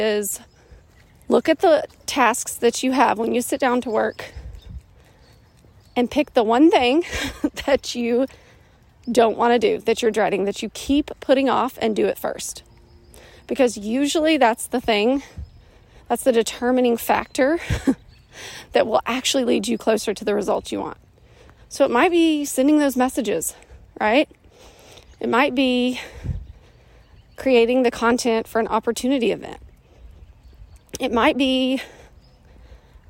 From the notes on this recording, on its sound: I was on a walk and decided on a whim to record my answer in podcast form. Ignore the birds chirping in the background, my huffing and puffing and any other distracting noises that you don’t normally hear.